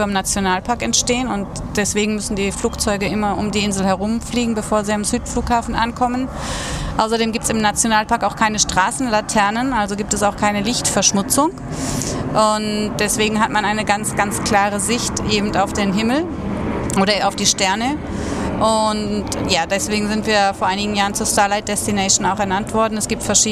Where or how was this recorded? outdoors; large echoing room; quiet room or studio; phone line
outdoors